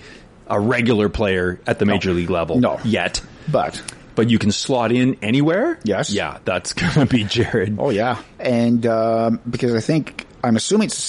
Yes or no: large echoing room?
no